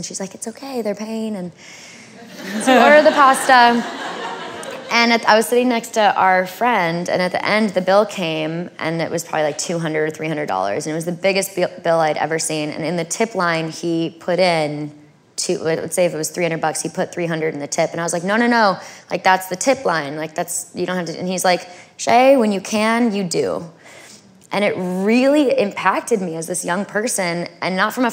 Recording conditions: live audience